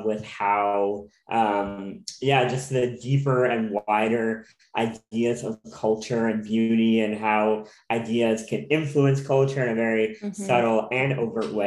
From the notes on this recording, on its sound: hops on zoom for a conversation